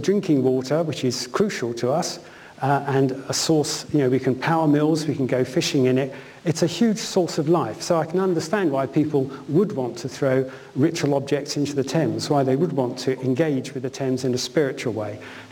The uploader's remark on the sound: UCL Lunch Hour Lecture